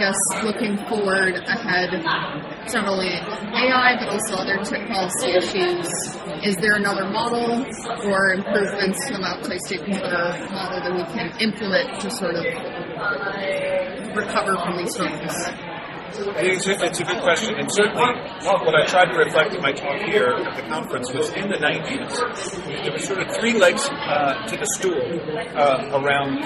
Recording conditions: busy venue